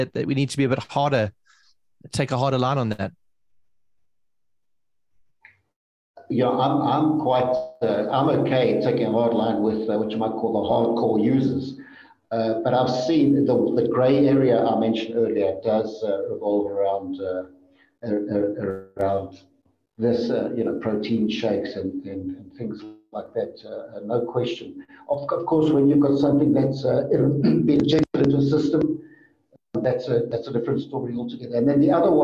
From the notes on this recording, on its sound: We had major connectivity problems over the recording and try as we might to correct it post-recording, we just couldn't.